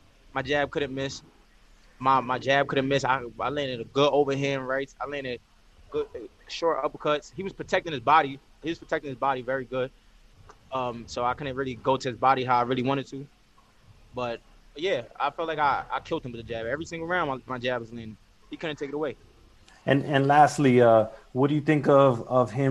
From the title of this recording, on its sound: Post Fight Media Conference